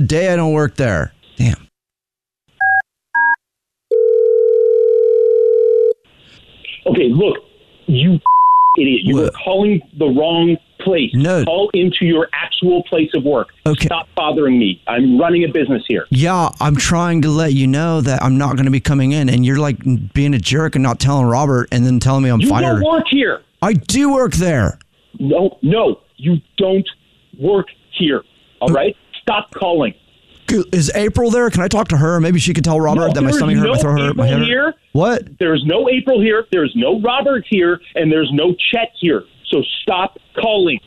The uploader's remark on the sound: Phone Prank